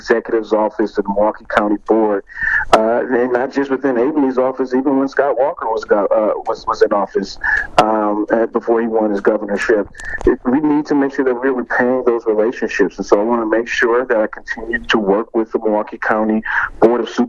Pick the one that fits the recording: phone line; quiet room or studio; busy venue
phone line